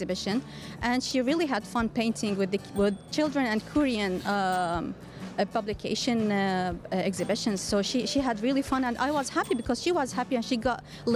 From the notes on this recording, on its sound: Live from SIBF 2023.